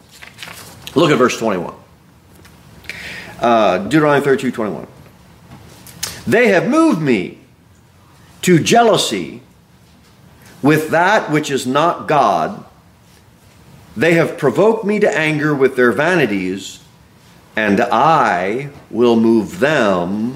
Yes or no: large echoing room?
yes